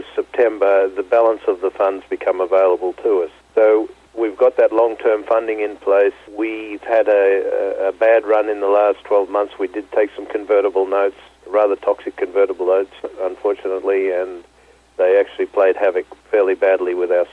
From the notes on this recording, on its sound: called in to SmallCapVoice